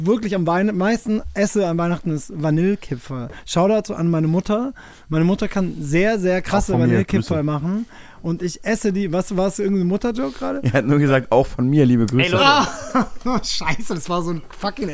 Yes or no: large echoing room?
no